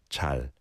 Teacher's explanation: It doesn't have the pronunciation in the back of the throat like ul. It's more 잘, l at the front of your mouth.